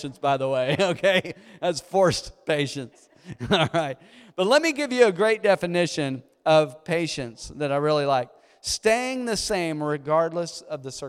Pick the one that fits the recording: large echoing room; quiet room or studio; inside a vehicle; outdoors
large echoing room